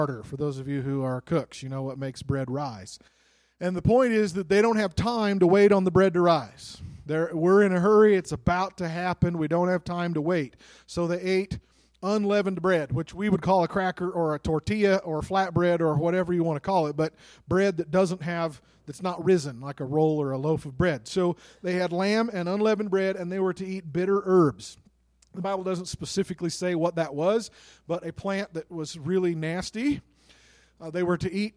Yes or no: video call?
no